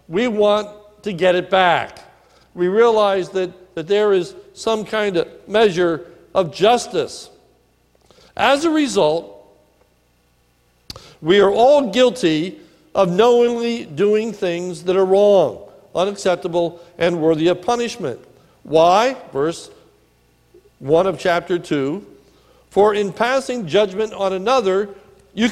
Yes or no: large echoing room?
yes